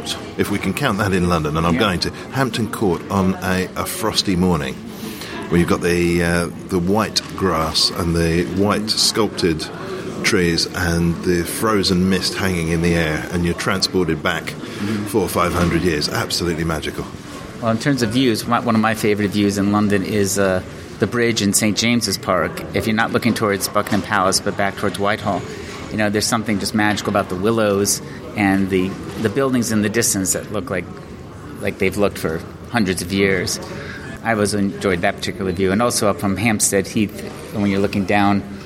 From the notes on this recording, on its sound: This week we're at the Royal Festival Hall.